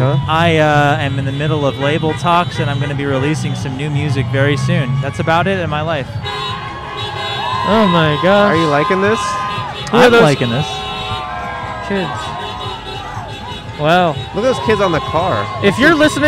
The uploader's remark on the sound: Recorded on Sunset Blvd in Silver Lake, Los Angeles.